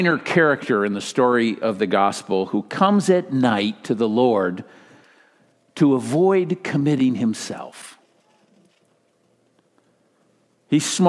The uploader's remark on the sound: Delivered during the Contemporary Worship service.